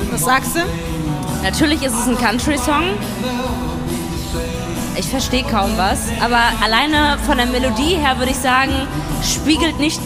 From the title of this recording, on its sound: LIVE in Düsseldorf